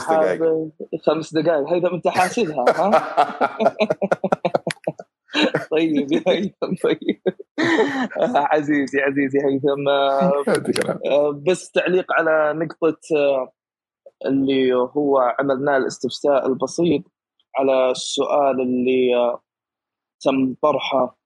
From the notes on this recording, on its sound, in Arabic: تسجيل لمساحة ابن رشد الأسبوعية على منصة تويتر